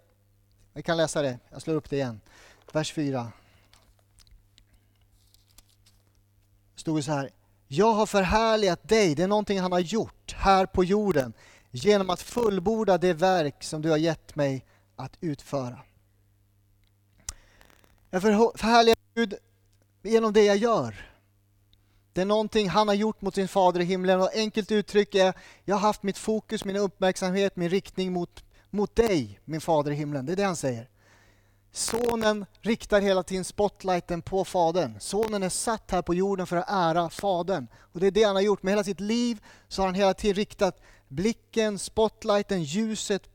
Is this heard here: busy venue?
no